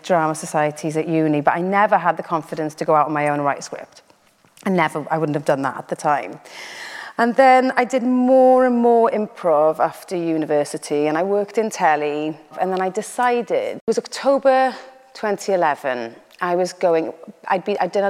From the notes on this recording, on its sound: This is the first part of our conversation recorded live at St John's Church in Cardiff. In front of a live audience.